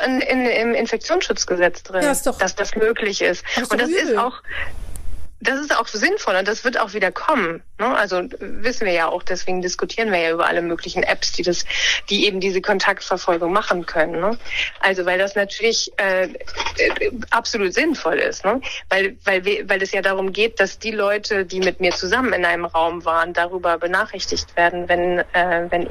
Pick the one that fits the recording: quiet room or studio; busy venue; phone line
phone line